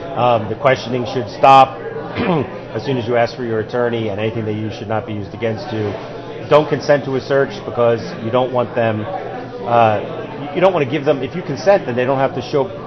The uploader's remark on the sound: live from SafeCon